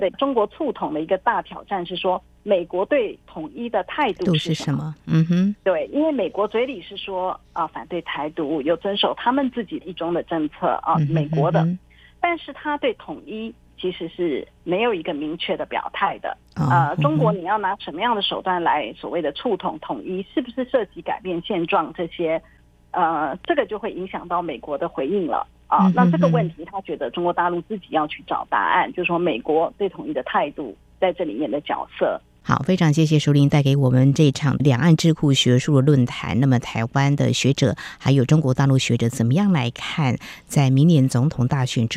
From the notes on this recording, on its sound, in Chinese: 連線訪問中央社駐上海記者